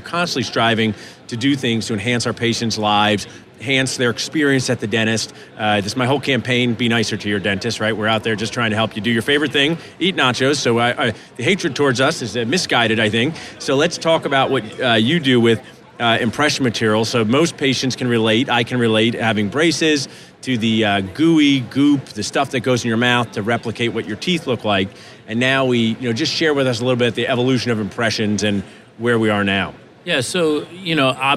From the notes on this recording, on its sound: live from the Darby booth at the GNYDM 2019